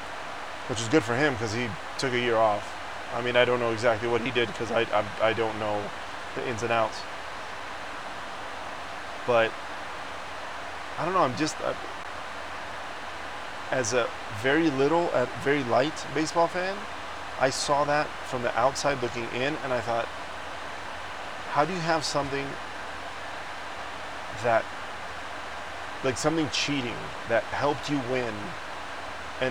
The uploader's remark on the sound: This week I recorded the episode on a PLANE! I few times I had to stop because passengers would ask for something or just look at me. Forgive the noise of the plane.